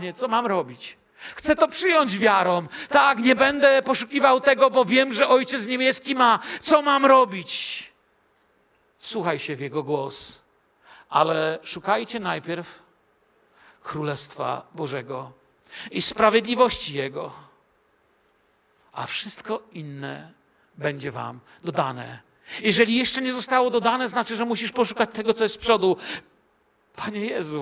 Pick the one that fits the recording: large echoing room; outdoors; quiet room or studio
large echoing room